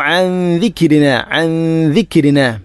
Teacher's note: ഇഖ്ഫ ബിഗുന്ന, നൂനിനെ അവ്യക്തമാക്കി മണിക്കണം